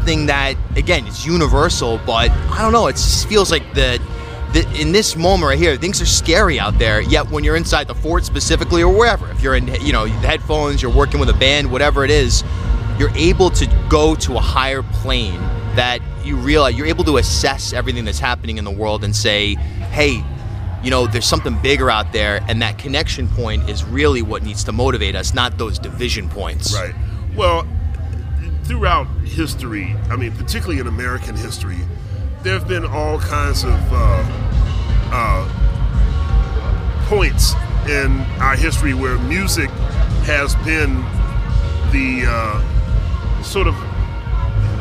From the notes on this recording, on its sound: Backstage at this year's festival. Newport Jazz Festival.